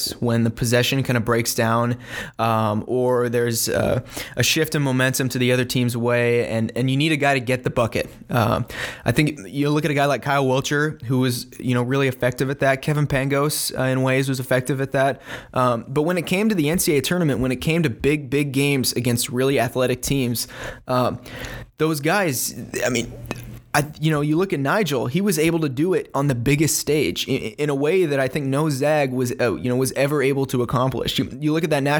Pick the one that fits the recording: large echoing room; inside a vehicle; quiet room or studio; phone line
quiet room or studio